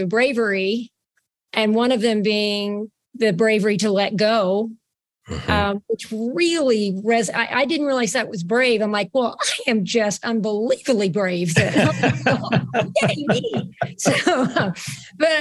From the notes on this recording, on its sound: Via a virtual STORY Town Hall.